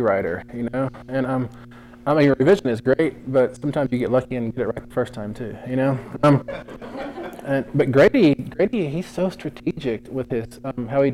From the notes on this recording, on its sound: answers questions from the audience at the live taping at the Boulder Bookstore